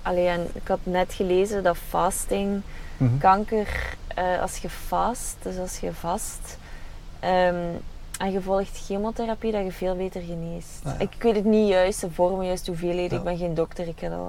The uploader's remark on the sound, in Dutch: te gast in mijn busje